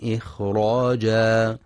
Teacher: ينتبه القارئ في كلمة إخراجا لسكون وهمس الخاء، فلا يقرأ إخراجا بقلقلة الخاء، وينتبه أيضا في كلمة بساطة لترقيق السين، حيث يخطئ بعضهم فيقرأ بتفخيم السين بصاطا فتصبح صادا.